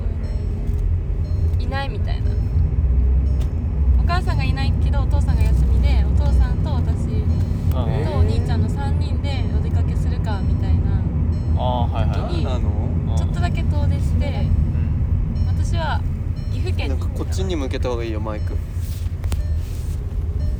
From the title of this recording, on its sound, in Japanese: 車の中で